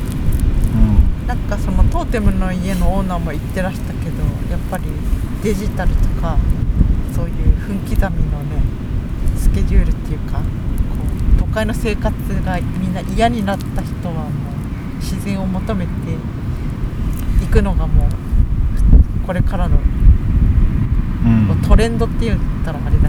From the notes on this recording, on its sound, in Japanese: 2ヶ月ぶりにリアル収録。今回は3人で千葉県は大多喜町といすみ市にプチ旅行です。野外収録のため、雑音等、お聞き苦しい点がございます。